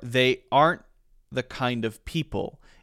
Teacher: And notice that in some cases, I tend to say don't and aren't, like I don't pronounce the T usually when the next word starts with T or TH